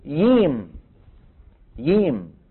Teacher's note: من قبائل اليمن من يقول الجيم ييم، ييم بيقلبوا ايش؟ ياء.